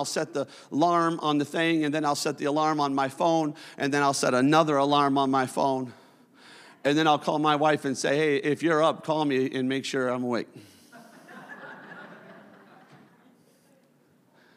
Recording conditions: large echoing room